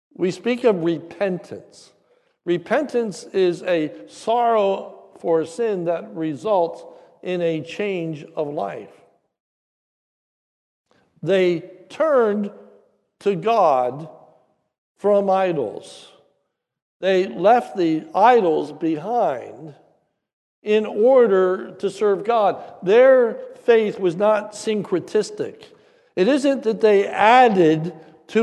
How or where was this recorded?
large echoing room